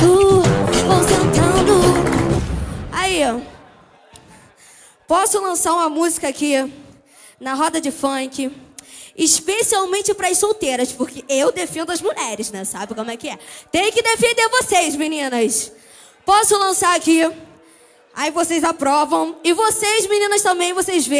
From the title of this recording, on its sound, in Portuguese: Lançando Varias Musicas Ao Vivo Na Roda De Funk Especial